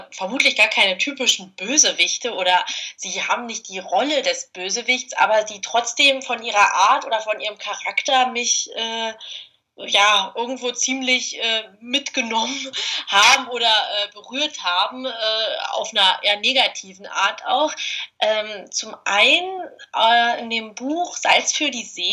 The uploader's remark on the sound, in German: Entschuldigt bitte, dass die Tonqualität leider nicht